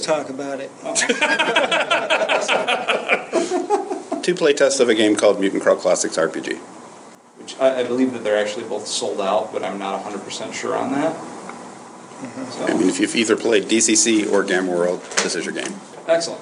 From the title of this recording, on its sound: panel at U-Con